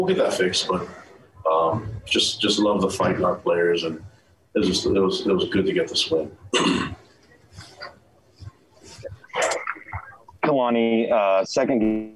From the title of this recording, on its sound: Postgame Press Conference